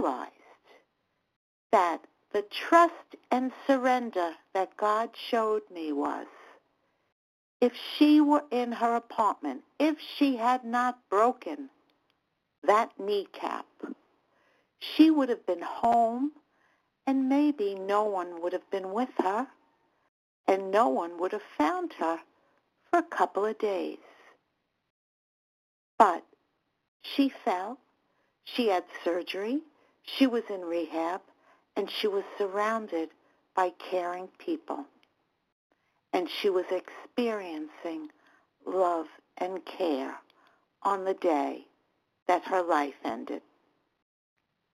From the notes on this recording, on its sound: 100 Pounders Phone Meeting